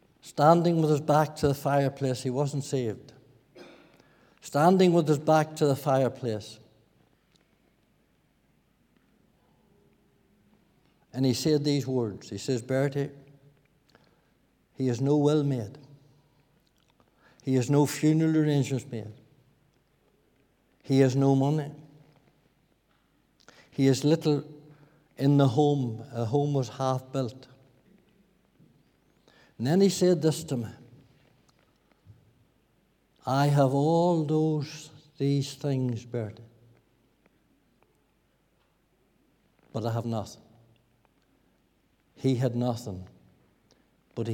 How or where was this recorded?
large echoing room